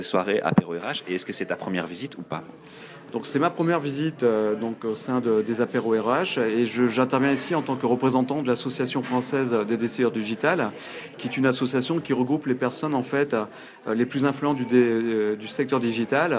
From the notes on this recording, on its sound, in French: Une interview enregistrée le 24 avril 2014 lors de la soirée Apéro RH de Lille.